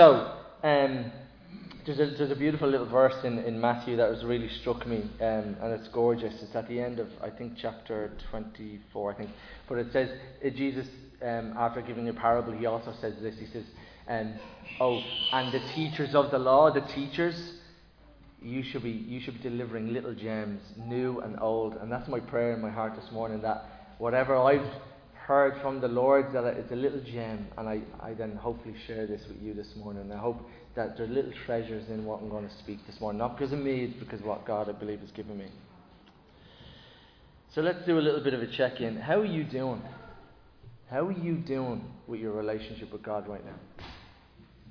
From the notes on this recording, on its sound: Recorded live in Liberty Church on 27 August 2023